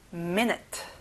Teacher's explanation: 앞에 me의 강세를 넣어보세요